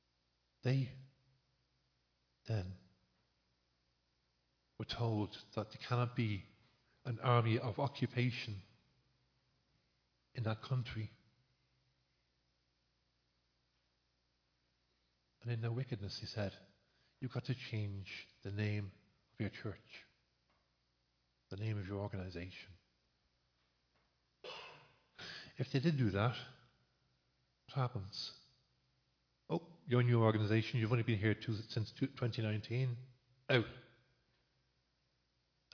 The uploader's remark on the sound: Recorded live in Liberty Church